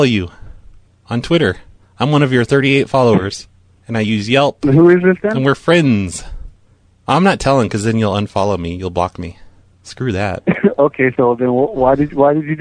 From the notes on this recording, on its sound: Prank Phone Calls Collection